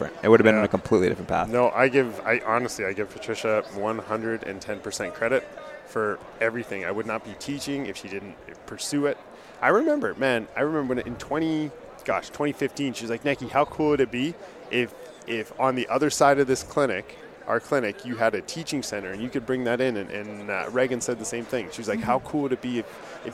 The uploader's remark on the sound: Back again to our guests at our 2023 ODA ASM Conference booth